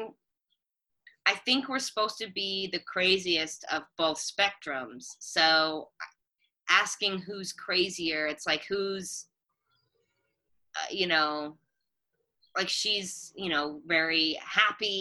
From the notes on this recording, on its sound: Recorded via Zoom.